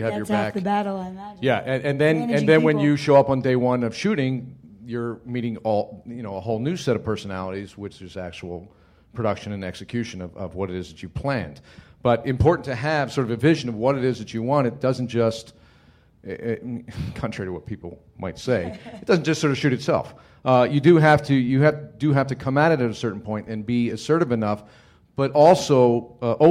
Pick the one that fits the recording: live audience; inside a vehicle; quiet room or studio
live audience